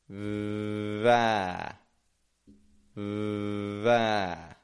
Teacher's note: I'm holding that V out, not making a lot of pressure on the teeth. · Term: V sound